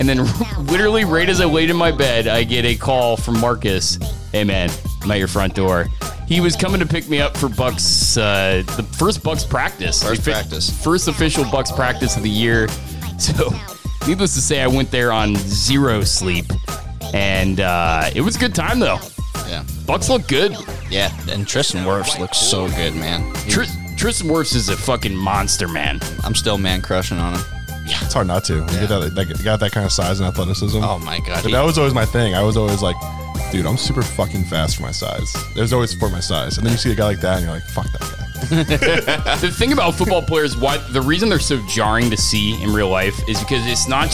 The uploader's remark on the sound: Live from Esther's Longhouse